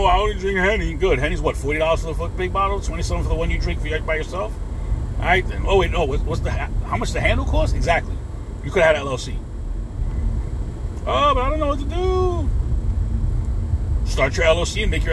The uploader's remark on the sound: In this CarCast